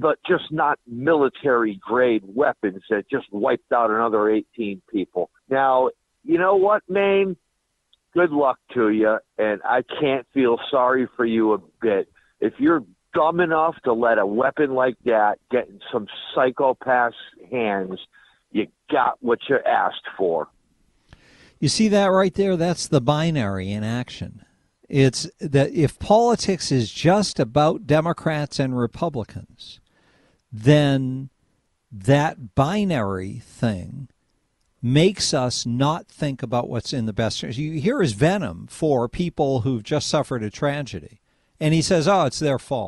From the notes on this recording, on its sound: RANTS start us off during the 5pm hour, plus phone calls.